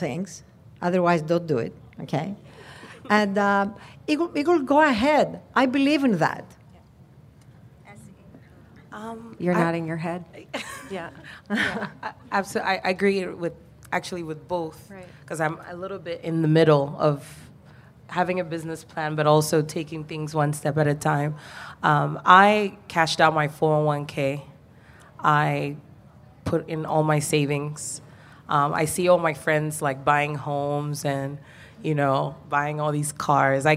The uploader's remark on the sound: LIVE at Whole Foods Market Tribeca